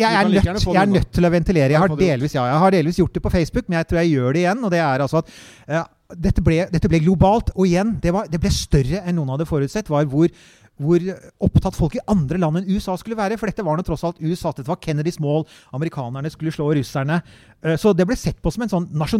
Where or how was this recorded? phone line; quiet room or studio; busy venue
busy venue